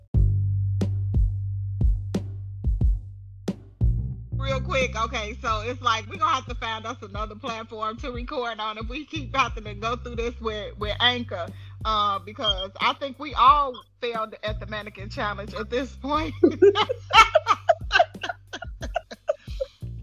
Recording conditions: drop-outs